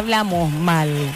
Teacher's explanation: Ahí me comí la S